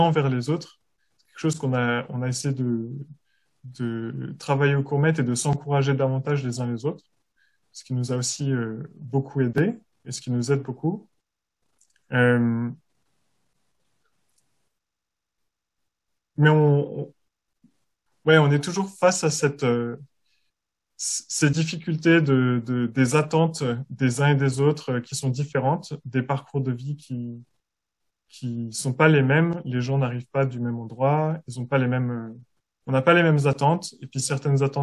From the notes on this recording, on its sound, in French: Replay audio du webinaire.